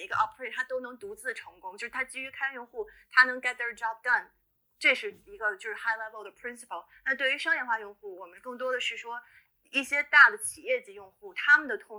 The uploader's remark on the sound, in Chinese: 中美连线回放。直播非常反馈好，很多人要求回放，索性就上传到播客里，供大家回味。第一次录音效果不是很好，请大家多担待！